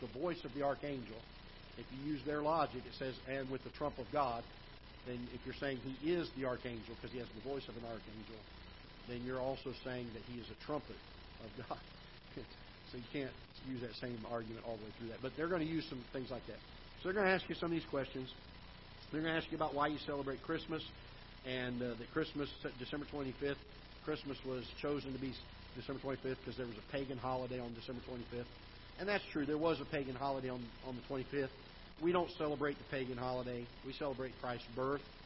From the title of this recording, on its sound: Ketha Heights Baptist Church ~ Live Broadcast